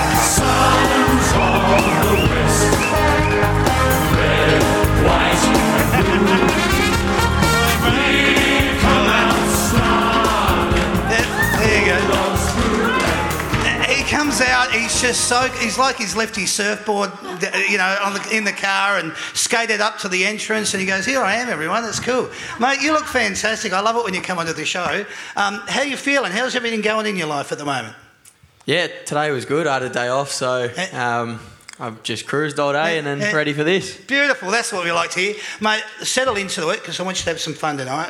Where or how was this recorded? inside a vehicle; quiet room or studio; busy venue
busy venue